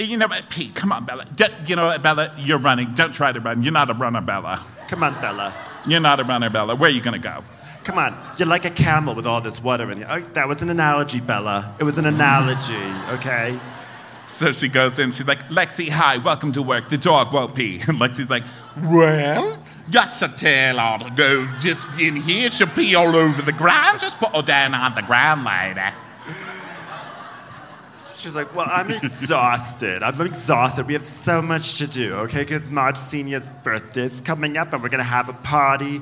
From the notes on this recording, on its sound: Live from Denver.